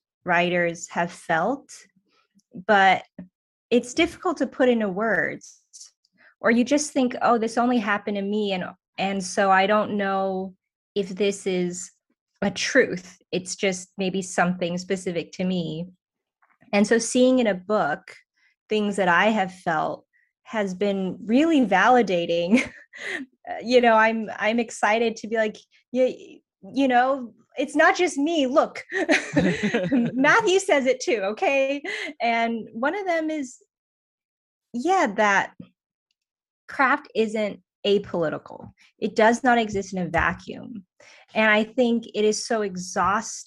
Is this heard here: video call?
yes